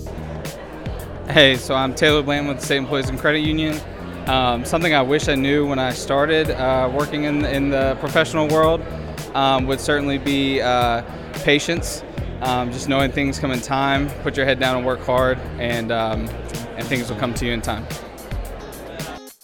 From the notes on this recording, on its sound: This episode we are coming to you LIVE from the Garner Chamber of Commerce's Annual Meeting.